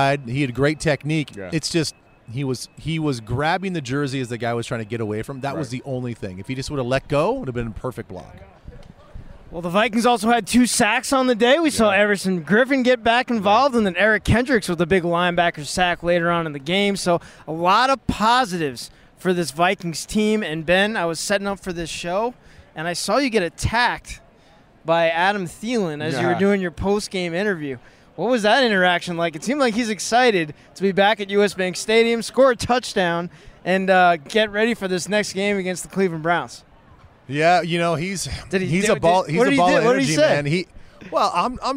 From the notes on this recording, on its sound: Bank Stadium live from the Vikings sideline after the game.